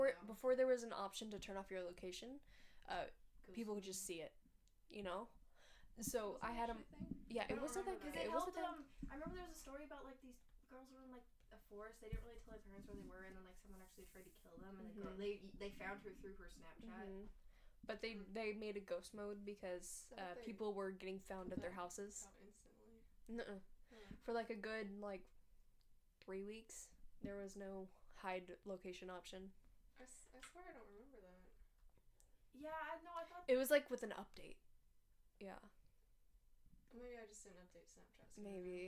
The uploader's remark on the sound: Forgive us for any awkward audio.